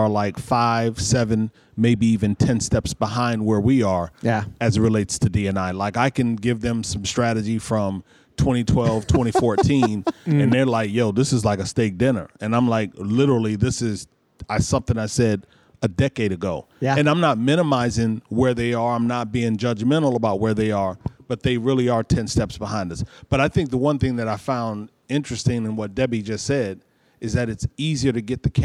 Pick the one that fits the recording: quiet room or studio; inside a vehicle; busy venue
busy venue